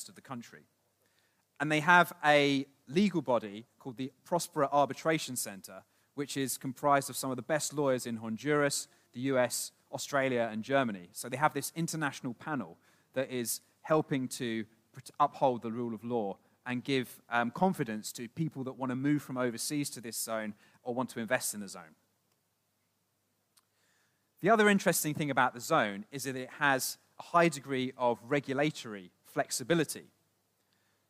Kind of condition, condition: setting, live audience